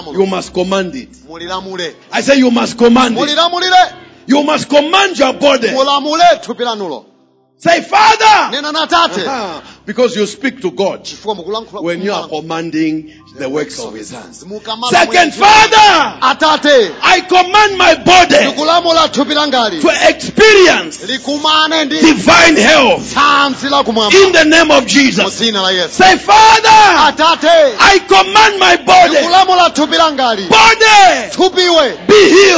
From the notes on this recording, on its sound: Preached at the Shiloh Night at Word Alive Blantyre City Church on 19th February 2023